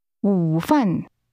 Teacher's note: Lunch is pronounced with a falling, rising tone, followed by a falling tone.